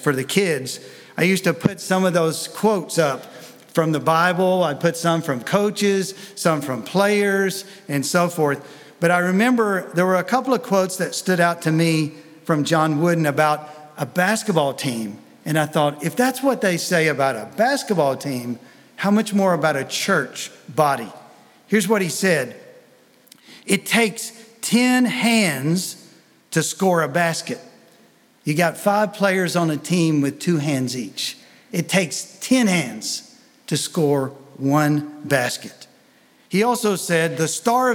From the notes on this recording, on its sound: Sunday Message recorded 05 February 2023